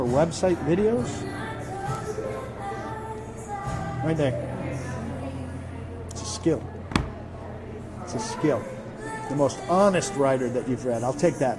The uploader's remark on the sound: live from the DawgHouse Saloon in Nashville